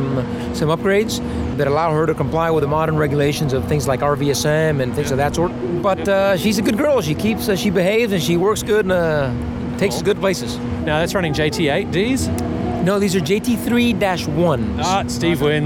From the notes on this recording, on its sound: The boys are recording from inside the PCDU-mobile on a wet, cold and miserable day after attending the Qantas 90th birthday celebrations in Melbourne.